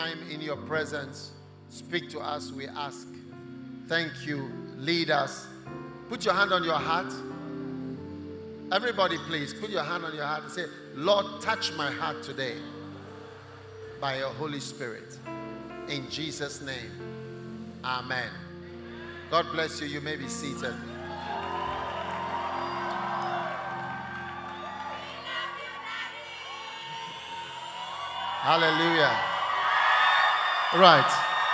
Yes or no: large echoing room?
yes